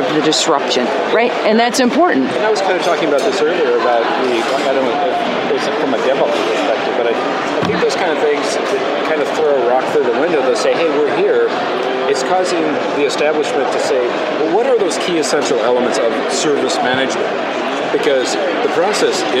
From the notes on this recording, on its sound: Fusion 16 podcast from the Expo Hall floor at the MGM Hotel in Las Vegas, Nevada recorded on November 2, 2016